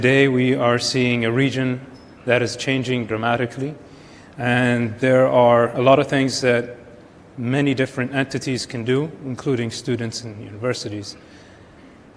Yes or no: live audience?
yes